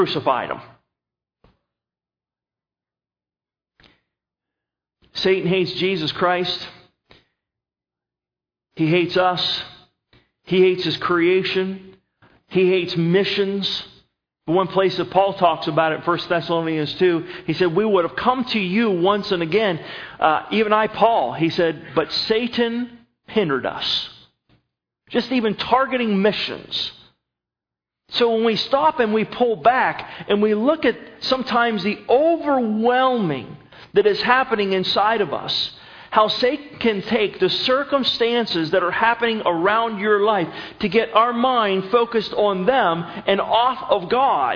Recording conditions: large echoing room